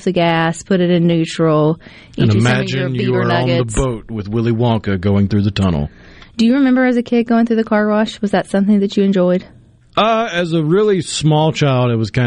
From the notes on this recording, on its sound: joins the conversation by phone